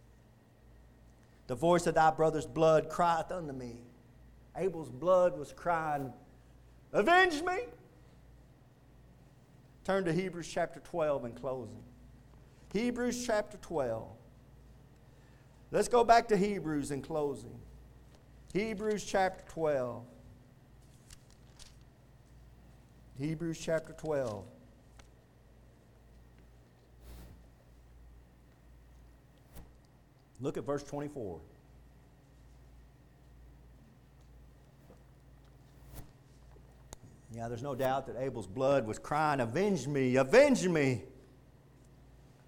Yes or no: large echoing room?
yes